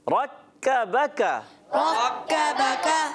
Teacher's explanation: صرف یہاں را کو پر کرنا ہے کاف باریک با باریک پھر کاف باریک